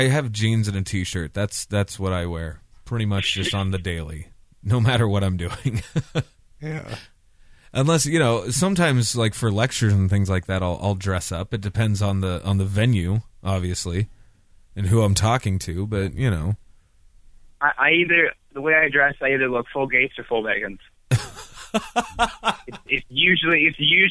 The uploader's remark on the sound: A phone call that he wasn't expecting. In studio again.